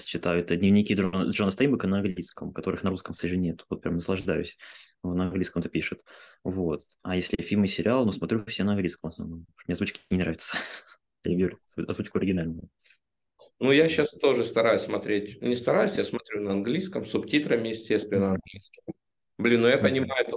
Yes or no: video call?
yes